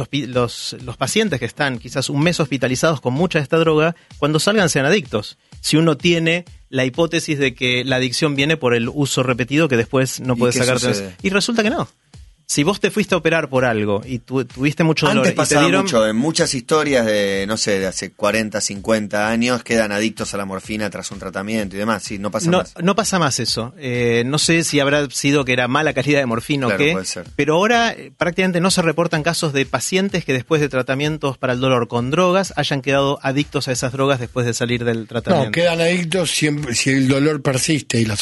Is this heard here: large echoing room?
no